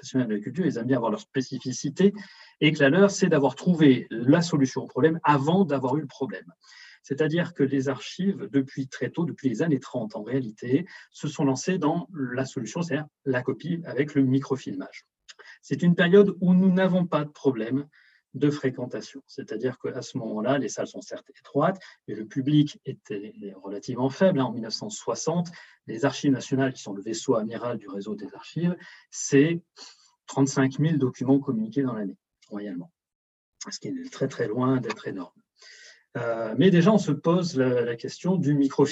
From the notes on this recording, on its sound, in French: Enregistré sur zoom